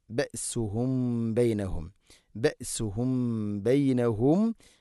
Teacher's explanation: സാക്കിനായ മീമിന് ശേഷം ബ ഇഖ്ഫ ഷഫവി, അവ്യക്തമാക്കി അവിടെ മണിക്കണം.